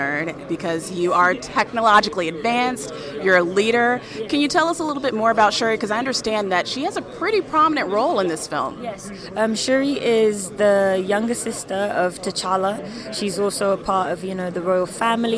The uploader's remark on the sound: At San Diego Comic Con, we had the opportunity to chat with the following talent